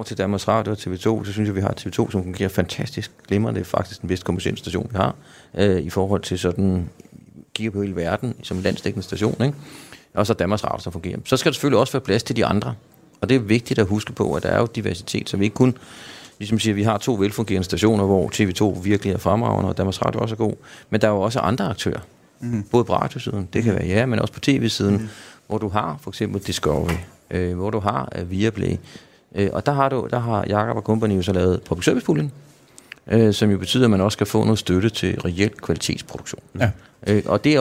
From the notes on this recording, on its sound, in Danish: På Folkemødet på Bornholm, hvor Kulturmagasinet befinder sig i denne udsendelse. Sidst i udsendelsen er vi også på Copenhell.